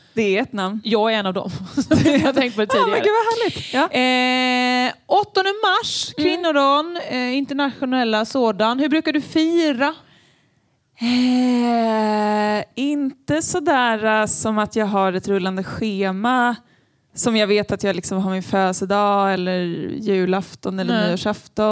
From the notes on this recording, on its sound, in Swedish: Vi spelar in live inför publik i Katrineholms kulturhuset Ängeln. LIVEPODD!!!